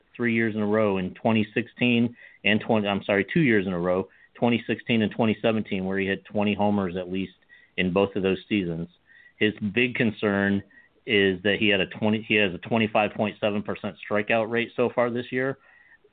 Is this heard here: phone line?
yes